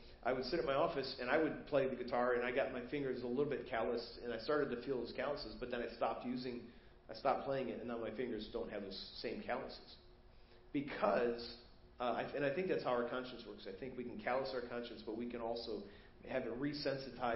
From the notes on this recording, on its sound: Preached at First Baptist Church of Hazel Park